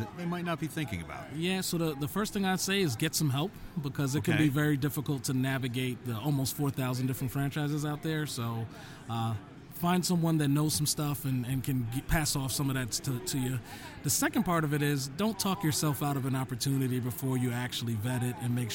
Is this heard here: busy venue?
yes